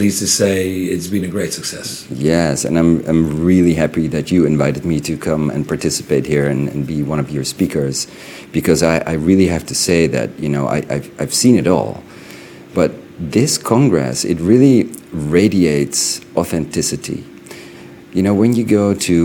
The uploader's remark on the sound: The recording took place on site in Dubrovnik